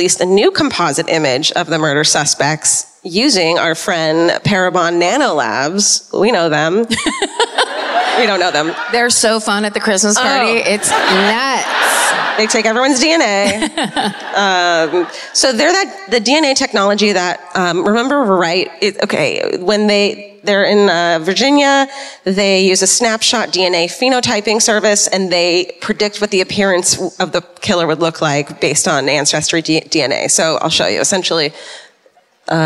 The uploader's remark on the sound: Live at the Sony Centre in Toronto (Night Two).